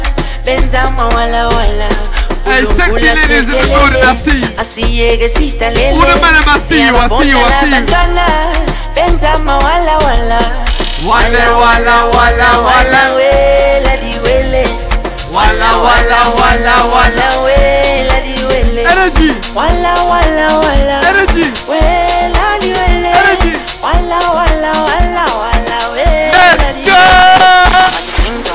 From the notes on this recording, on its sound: LIVE AT AMAPIANO VS AFRO BEATS